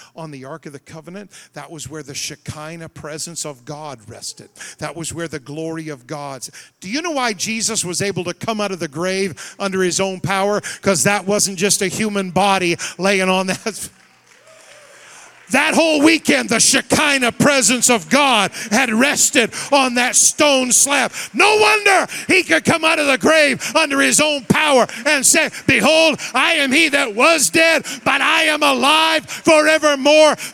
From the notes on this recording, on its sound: Wednesday Evening Revival Service. The Anchor Church of Zanesville, Ohio.